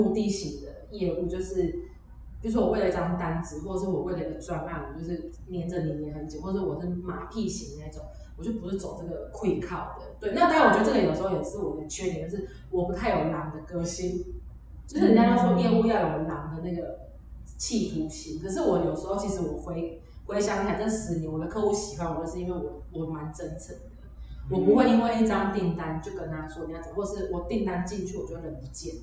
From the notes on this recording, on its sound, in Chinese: 有聽眾朋友反應這集的回音較大。因為當初在場地判斷上的疏忽已經盡可能用手上的軟體去調整但效果還是不如預期。